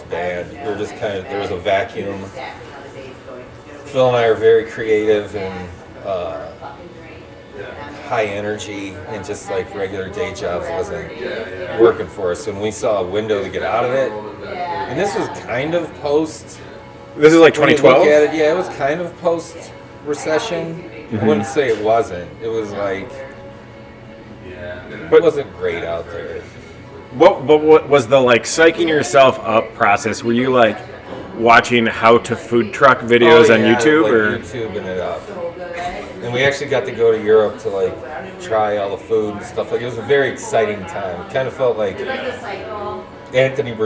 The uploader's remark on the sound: Recorded LIVE in front of a socially distanced audience of patrons!